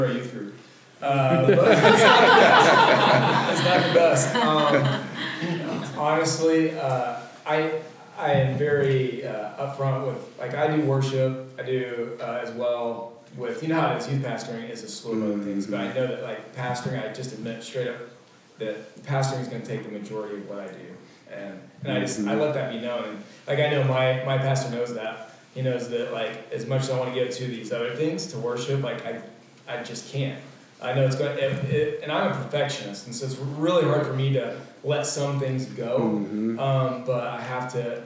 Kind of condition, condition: setting, live audience